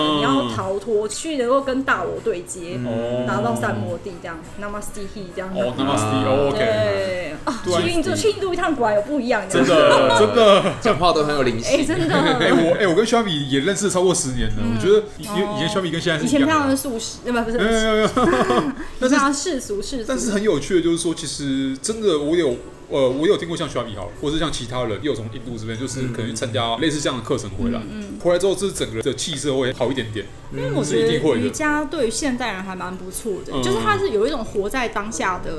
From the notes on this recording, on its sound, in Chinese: 錄音地點： 印度咖哩吧 - Curry Lounge